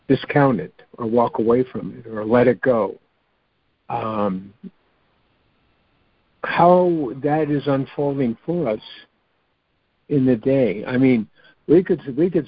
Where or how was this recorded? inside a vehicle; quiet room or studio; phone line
phone line